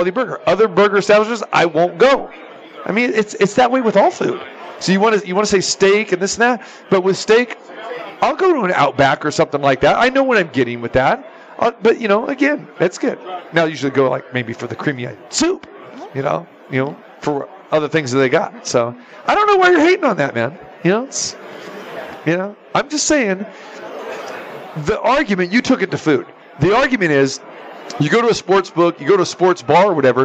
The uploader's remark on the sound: Live from the Suoer Book at Westgate Las Vegas